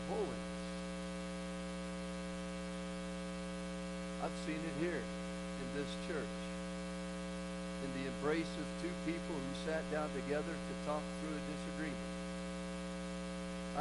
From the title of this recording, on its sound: Woodland Life Church Live